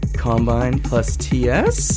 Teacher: You put a question mark at the end, so the voice has to go up.